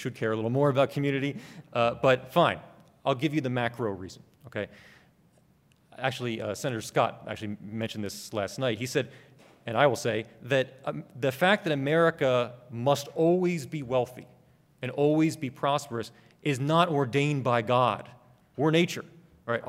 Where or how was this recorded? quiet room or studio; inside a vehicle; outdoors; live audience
live audience